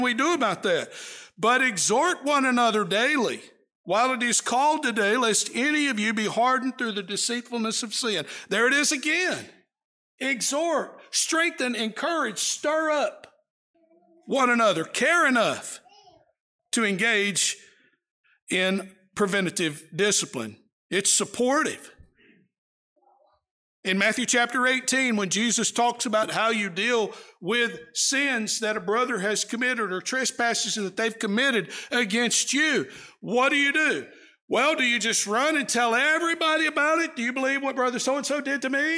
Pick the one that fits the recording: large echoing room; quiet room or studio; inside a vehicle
large echoing room